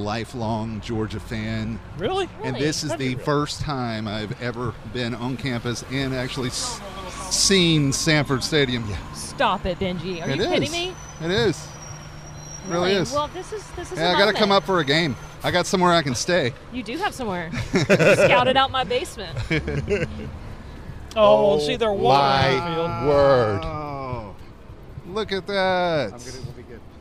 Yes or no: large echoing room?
no